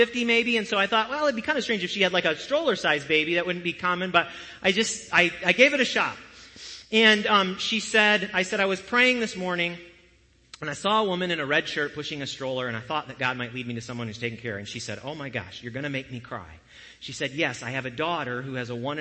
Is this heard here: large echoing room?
yes